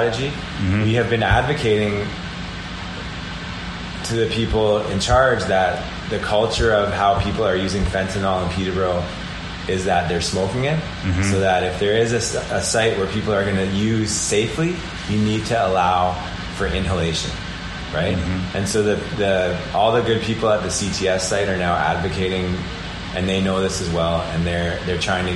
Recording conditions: background noise